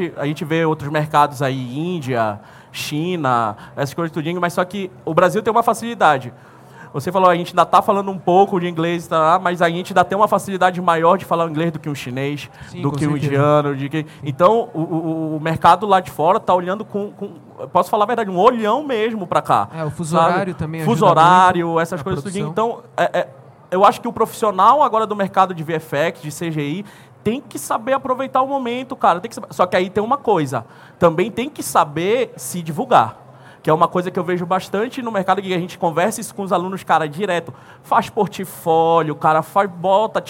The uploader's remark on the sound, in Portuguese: gravado diretamente do MELIES Stage na Unhide Conference 2019